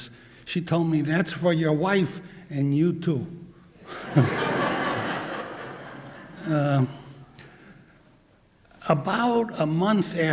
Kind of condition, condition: setting, live audience